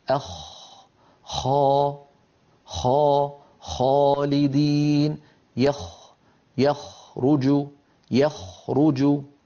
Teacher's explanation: لاحظوا بأن المخرج مفتوح بارك الله فيكم، لاحظوا منطقة الخاء ليس فيها انقفال · وهي أيضا من أدنى الحلق، يعني من منطقة جذر اللسان مع الحنك اللحمي